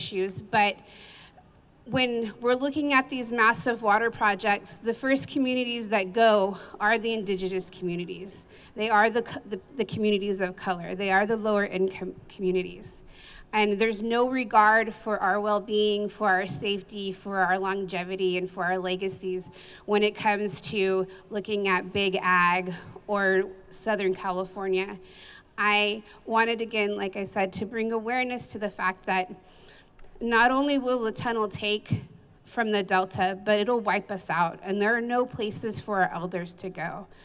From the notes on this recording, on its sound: Save California Salmon Rally at The State Capital. Sounds from the Save California Salmon event held at the California State Capitol on July 5th.